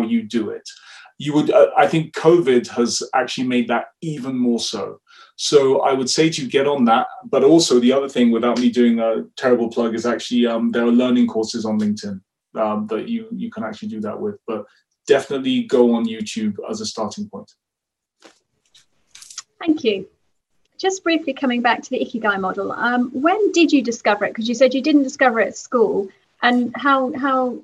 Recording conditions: video call